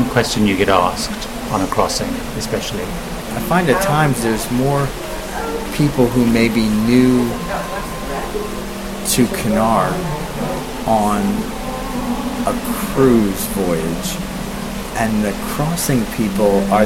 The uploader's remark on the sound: Recorded on-board Cunard Queen Mary 2